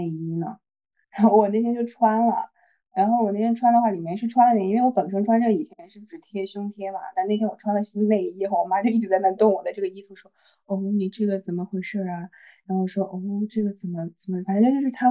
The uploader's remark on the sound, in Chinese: 本期节目我们三个人分别位于北京，上海，乌鲁木齐，异地录制初次试水可能不够精致与流畅。